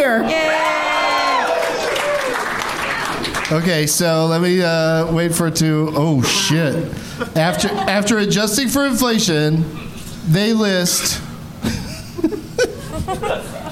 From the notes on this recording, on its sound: Live from Hyena's Comedy Club in Dallas